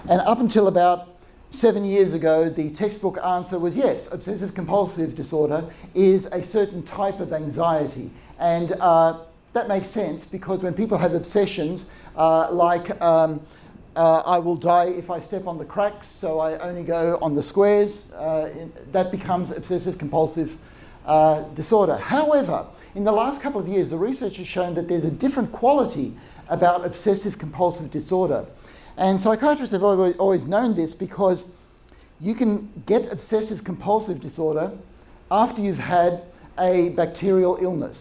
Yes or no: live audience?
yes